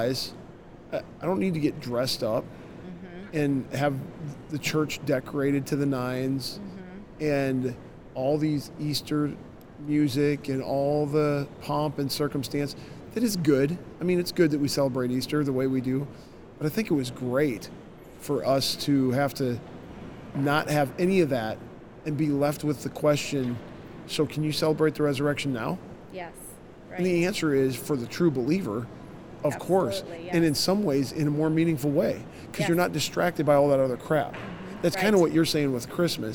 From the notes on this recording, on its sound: LIVE from CPE 2022!